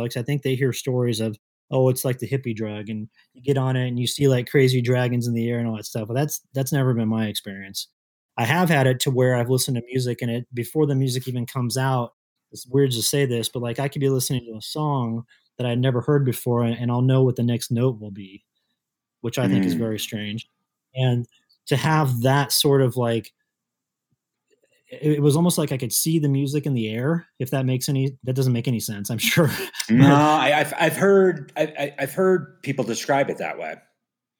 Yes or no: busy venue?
no